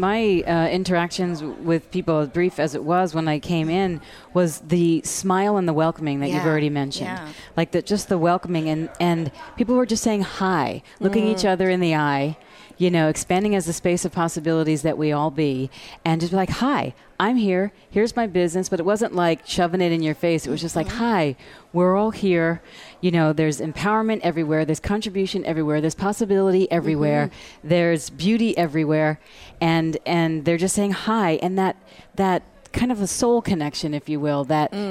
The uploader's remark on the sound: Join VoiceAmerica and Special guest Hosts as we Broadcast Live form the Largest Women's conference in the USA! We will be live for 2 days bringing you all the event action, keynote speakers and VoiceAmerica hosts.